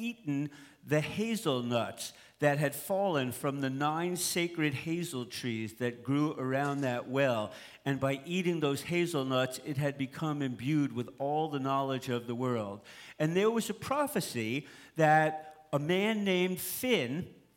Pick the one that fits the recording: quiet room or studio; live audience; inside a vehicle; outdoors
live audience